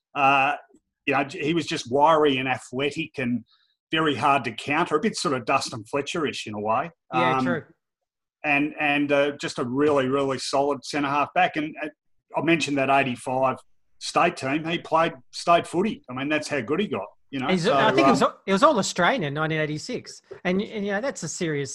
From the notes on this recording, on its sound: We do our first video zoom podcast. Hear is the audio recording of the crew.